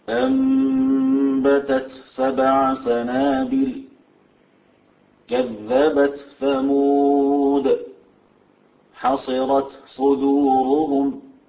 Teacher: أرجو أن ننتبه لهمس التاء عند إظهارها بالحرف الذي بعدها